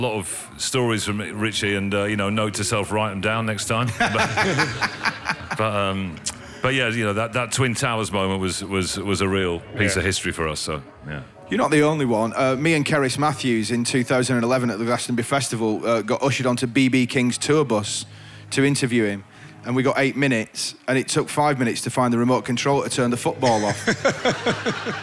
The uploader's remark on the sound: Live at Latitude ’22. A packed-out Listening Post tent at Suffolk’s Latitude Festival.